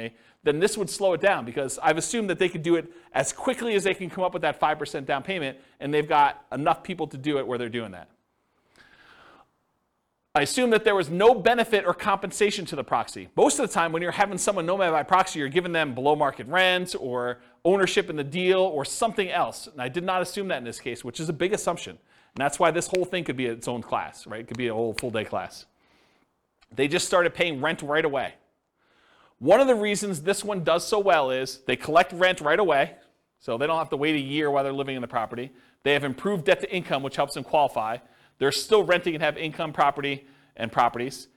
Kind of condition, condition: setting, live audience